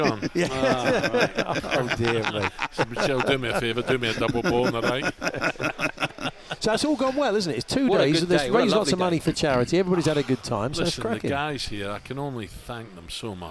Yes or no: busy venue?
yes